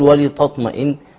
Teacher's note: فلا يفصل التاء عن الطاء فيجعلهما طاء